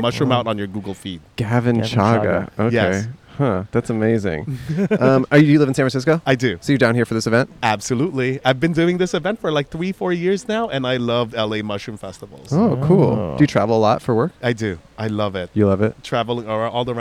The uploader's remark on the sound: Outside A Mushroom Festival. Recorded 2/5/23 at the South Coast Botanic Garden in Palos Verdes, CA.